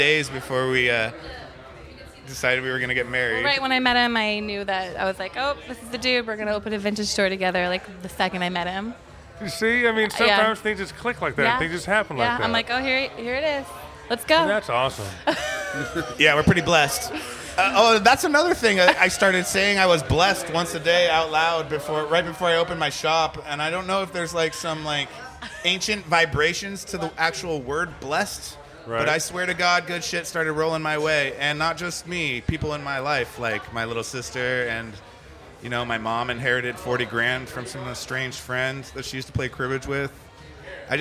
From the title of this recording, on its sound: LIVE FROM NORTHWEST THRIFTCON